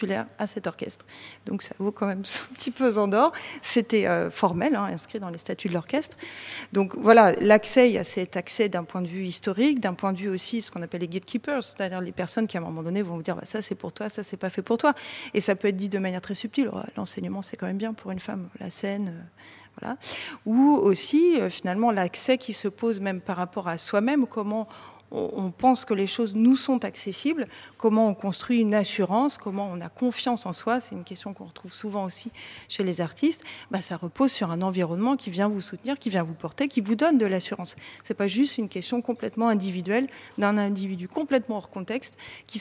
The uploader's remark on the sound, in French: Une émission enregistrée au bar The Island de Pernod Ricard France